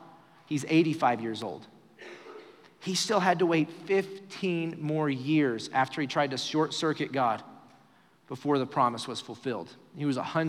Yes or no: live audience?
yes